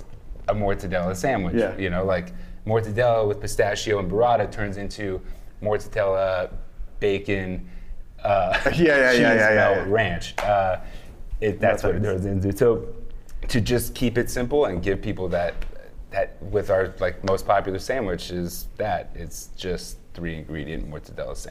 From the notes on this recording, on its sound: Snacky Tunes Salon Live at ChowNow. This week we kicked off Snacky Tunes Salon, our new live series in partnership with ChowNow .